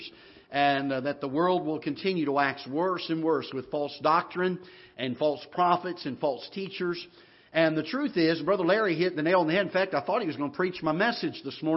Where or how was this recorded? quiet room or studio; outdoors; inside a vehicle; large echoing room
large echoing room